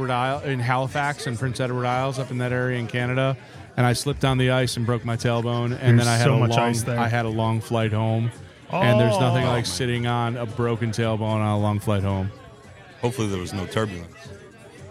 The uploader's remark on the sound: Stupid Questions at Luau 2023. For this episode we headed up to Rochester, NY for the Mortalis Brewing Company and Swiftwater Brewing Luau beer festival to record asking stupid questions at the brewer's party.